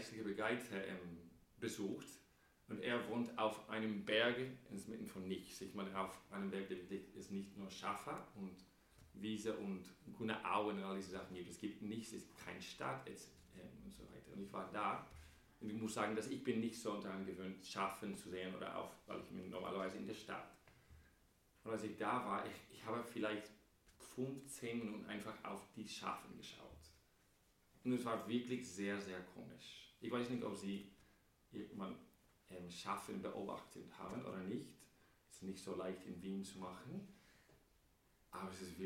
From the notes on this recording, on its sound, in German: Am Gute Hirten Sonntag. Bei der 9:00 Messe gepredigt.